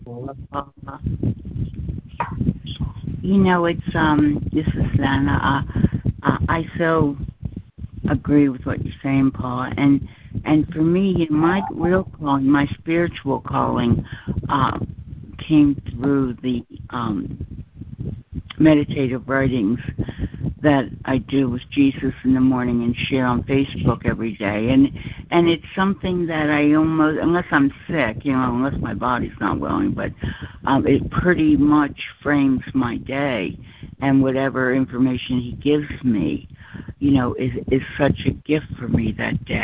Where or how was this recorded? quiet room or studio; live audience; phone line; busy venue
phone line